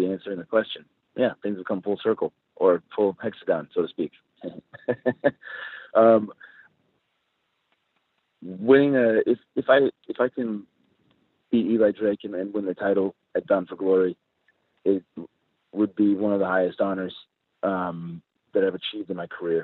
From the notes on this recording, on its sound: This is the full audio from the September 6, 2017 GFW Media Call